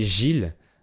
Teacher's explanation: la deuxième moitié du mot se prononce pas. Si on l'écrivait G-I-L, ça se prononcerait pareil.